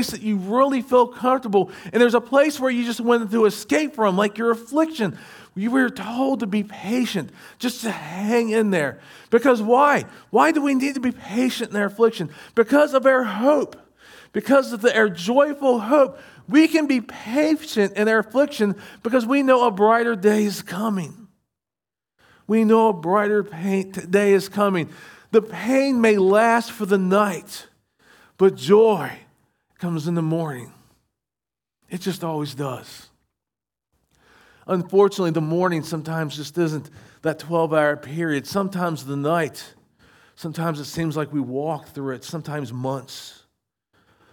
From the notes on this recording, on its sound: Recorded at Shenandoah Valley Baptist Church. SVBC Morning Service.